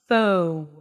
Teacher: So basically you open your mouth for the O and then you close it towards a W sound. Fo. So you really want to visualize this word spelled with W. · Term: long O vowel